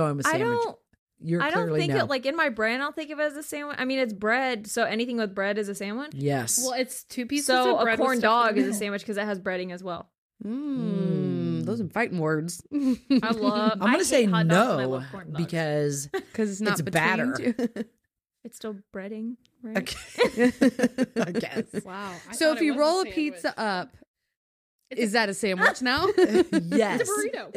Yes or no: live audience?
no